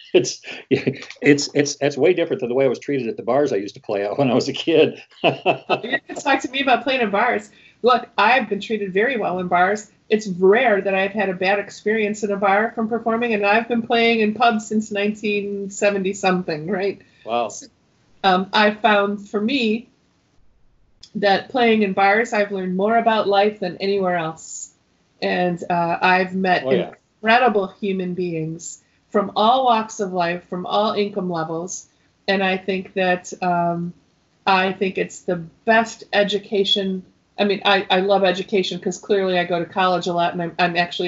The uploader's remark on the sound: In this episode I Skype with singer/songwriter